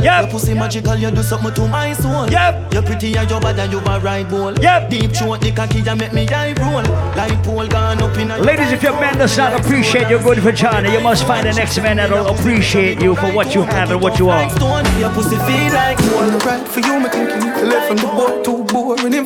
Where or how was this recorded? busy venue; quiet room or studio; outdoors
busy venue